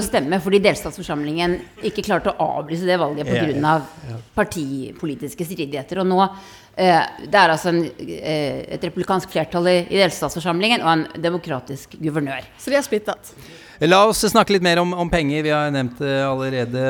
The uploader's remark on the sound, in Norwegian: Live fra Universitetet i Oslo. Spilt inn på Universitetet i Oslo.